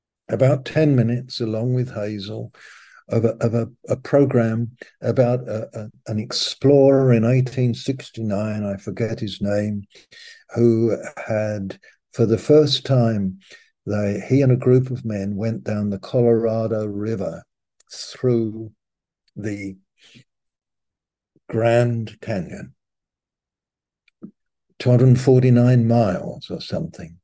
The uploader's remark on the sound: Malaysia Meets (Zoom)